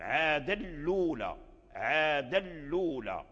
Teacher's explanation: وأدغم التنوين من عادا أدغمها في اللام لأن هذا من باب الإدغام الكامل عادا لولا، فشدد اللام لأن التنوين مدغم في اللام